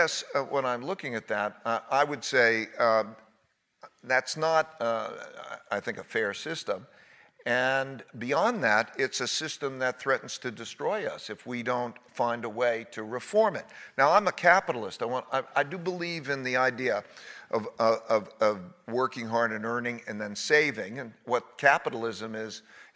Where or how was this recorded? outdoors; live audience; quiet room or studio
live audience